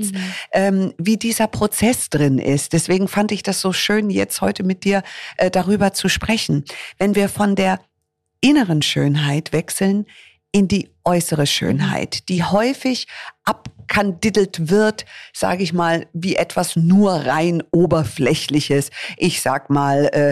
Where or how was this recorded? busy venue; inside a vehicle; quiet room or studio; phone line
quiet room or studio